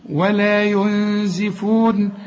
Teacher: ولا ينزفون، هنا الغنة بقى، هنا نون بدون تشكيل بعدها الزين، والزين من حروف الإخفاء في غنة، عايزين غنة.